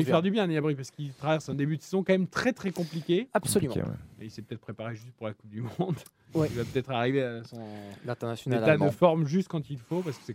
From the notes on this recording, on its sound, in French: en direct du stade Vélodrome